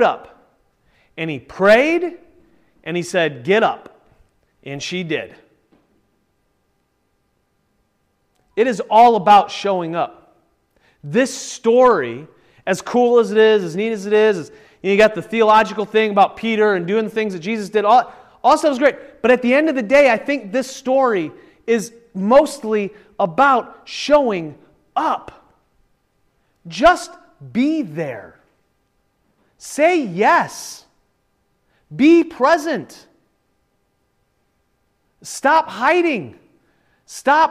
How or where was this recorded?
large echoing room